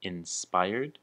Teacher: So the word inspired, the emphasis is on the spy